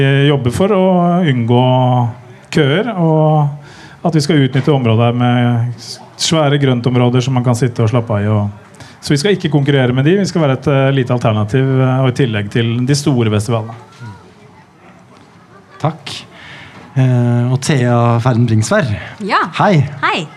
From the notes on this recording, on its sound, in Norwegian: Samtalen foregikk under programslippet i Vestby